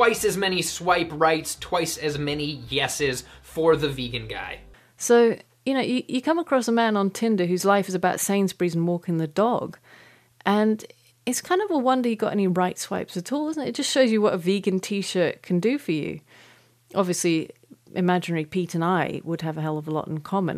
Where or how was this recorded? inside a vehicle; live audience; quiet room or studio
quiet room or studio